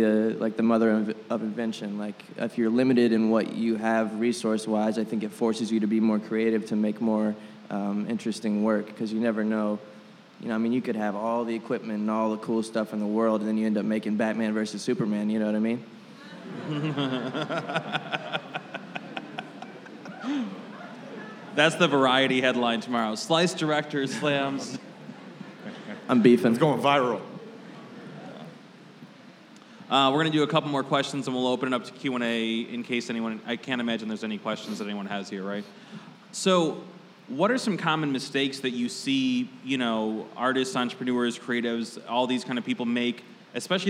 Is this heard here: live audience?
yes